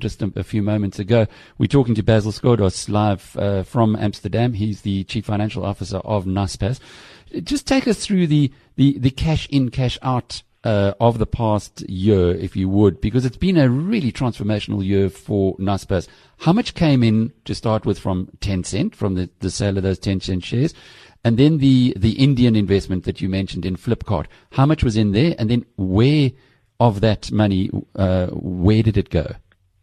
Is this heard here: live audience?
no